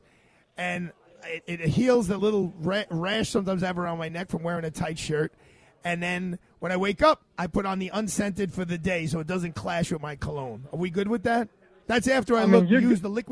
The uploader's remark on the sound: LIVE from Bobby Van’s Steakhouse, 230 Park Avenue.